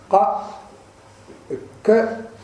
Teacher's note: القاف والكاف حرفان لهويان، حرفان لهويان، لأنهما يخرجان من قرب اللهو، قرب اللهات · Term: الحروف اللهوية